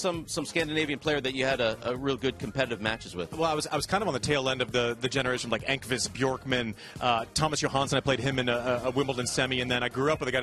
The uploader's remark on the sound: TC Live is back, live from Indian Wells!